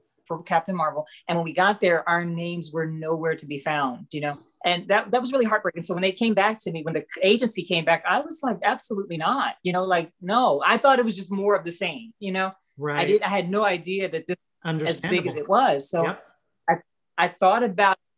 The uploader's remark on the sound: Recorded via Zoom.